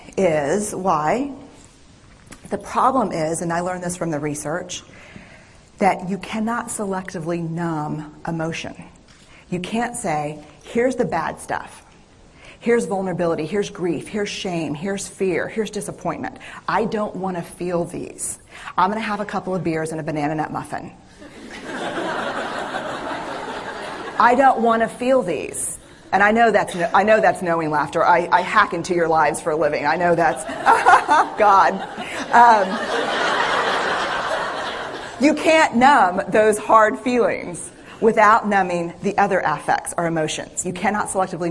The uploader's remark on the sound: This is the audio of a TED talk. Night at Blazing Fire.